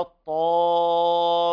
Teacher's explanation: هذه الطاء على درجات التفخيم وهي أقوى الحروف على الإطلاق، فهنا الألف تتبعها تفخيما وترقيقا